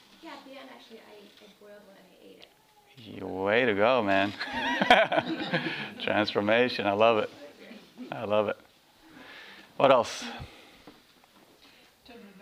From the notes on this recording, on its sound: This workshop was recorded on August 7, 2010, at Omega in Rhinebeck, NY.